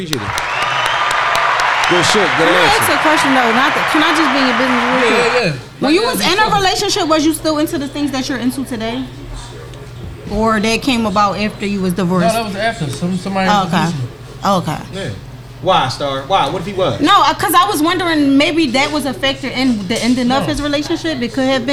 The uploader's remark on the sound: Recorded live Tuesday Night 3/7/23 for "Krush Lounge" in Philadelphia Pa